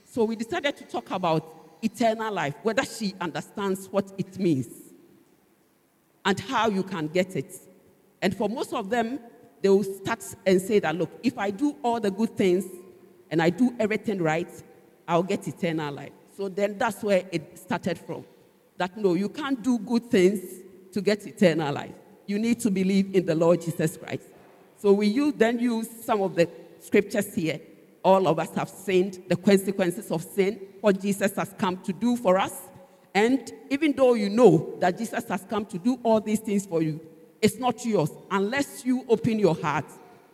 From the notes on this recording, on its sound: Sermon preached at CBC Shiashie Campus